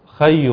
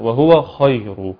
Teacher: الخاء هنا في المرتبه الثانيه من مراتب التفخيم الخمس اللي متفق عليها بين العلماء · Shown in: second take · خي مش خي.